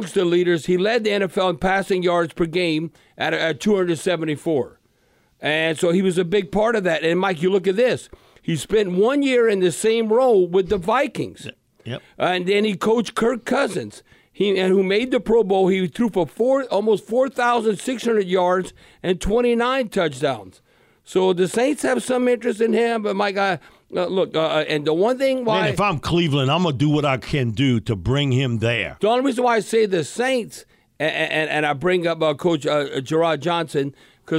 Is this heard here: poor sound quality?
no